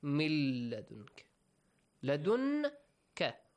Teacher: Merge noon into la · Term: Idgham